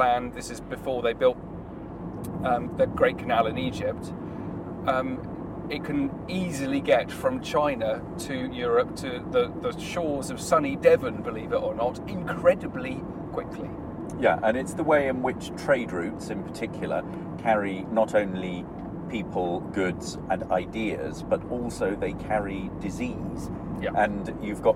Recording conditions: inside a vehicle